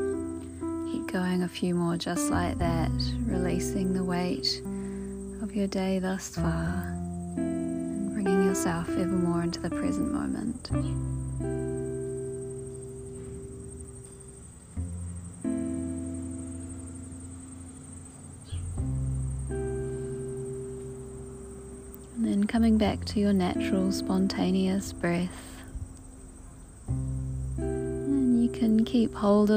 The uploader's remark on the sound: I attempted to record this one outside, apologies for the rumbling wind!